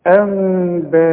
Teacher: لازم نقلب ونخفي ونغن